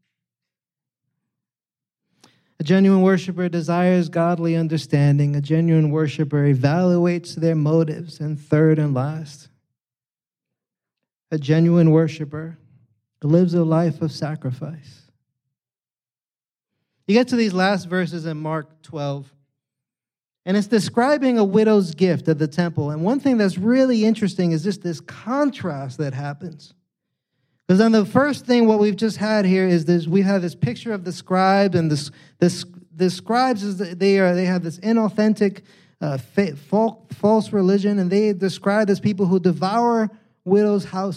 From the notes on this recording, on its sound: preached this sermon on Sunday, September 24th, 2023, at Catalyst Church San Diego